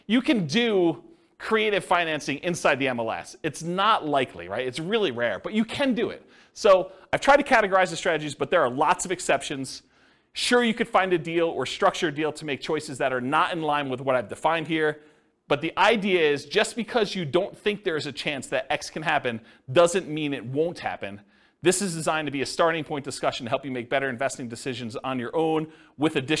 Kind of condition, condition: setting, live audience